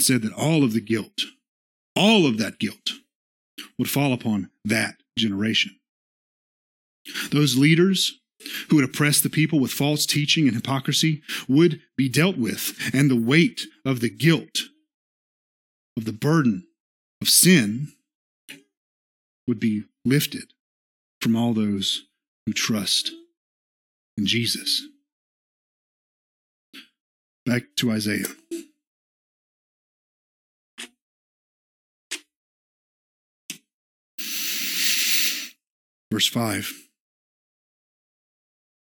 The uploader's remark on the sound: This is the sermon from our Worship Service